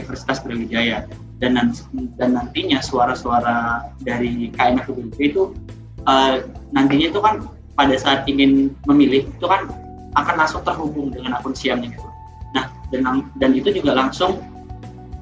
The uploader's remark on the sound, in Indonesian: hanya bisa melambai via zoom meeting